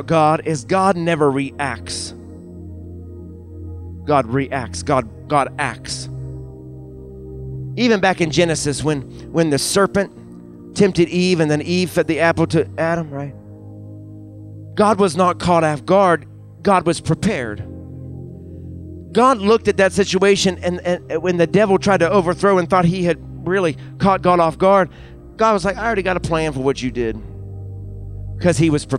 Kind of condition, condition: setting, large echoing room